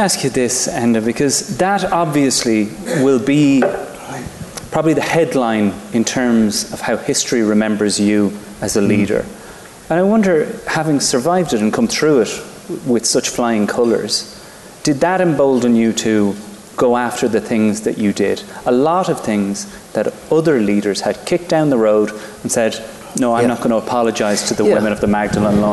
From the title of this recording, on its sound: Live from The Savoy Hotel in London